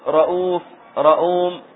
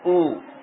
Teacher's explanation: هذه همزة مضمومة وبعدها واو مدية او، هكذا ينطق او، فهذا اللي ينطق او تحذف صورة الهمزة.